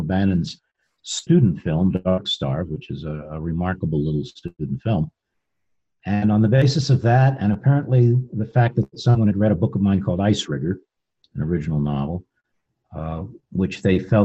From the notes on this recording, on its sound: This episode was recorded remotely via Zoom and as such the sound quality may not be up to the usual high standards of the podcast recorded in the studio. We hope the content will make up for any deficiencies in the audio.